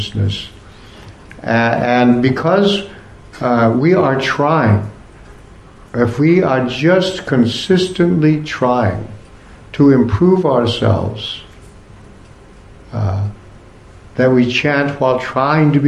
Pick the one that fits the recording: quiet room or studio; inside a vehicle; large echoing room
large echoing room